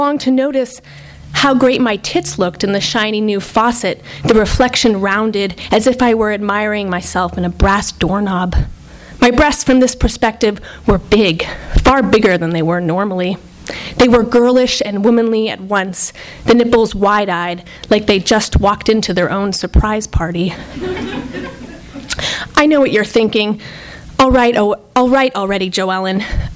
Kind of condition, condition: setting, live audience